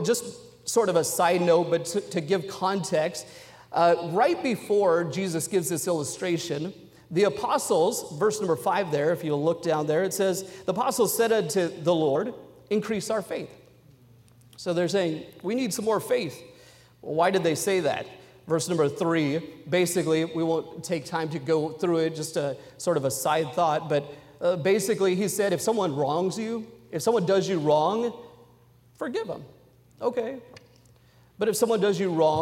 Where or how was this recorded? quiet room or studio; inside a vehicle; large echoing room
large echoing room